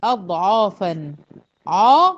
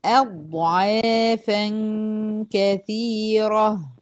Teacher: انتبهي ان انت هترققي العين والف · Shown in: second take · ما حدش يقول لي اضعافا عا، لا هي عا اض، يعني مفيش حرف مفخم في الكلمة دي غير حرف الضاد فقط، والهمزة خلي بالك منها.